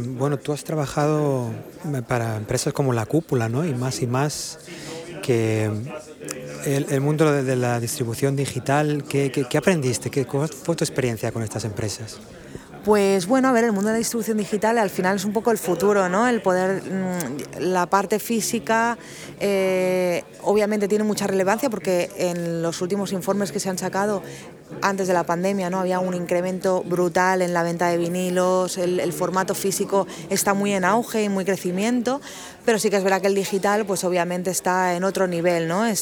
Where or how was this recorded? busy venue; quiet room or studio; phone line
busy venue